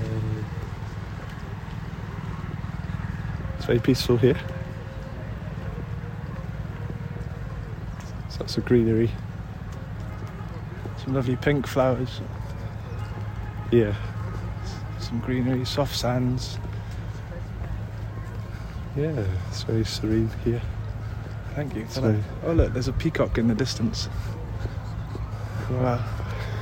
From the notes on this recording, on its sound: Live from Govardhan Hill. An episode we recorded whilst on pilgrimage in India.